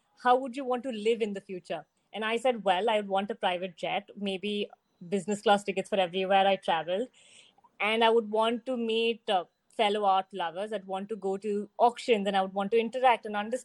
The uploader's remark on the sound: This virtual panel discussion